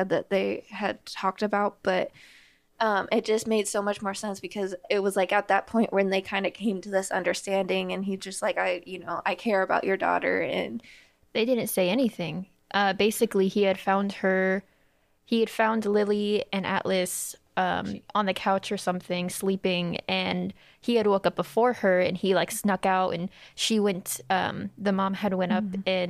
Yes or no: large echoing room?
no